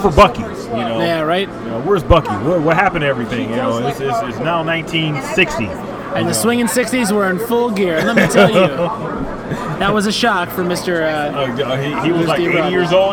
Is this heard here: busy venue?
yes